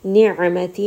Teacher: ayn is going to have tawassut. It is from the middle of the throat.